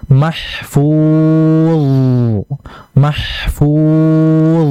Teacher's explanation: Tebal dha-nya. Dan dialirkan.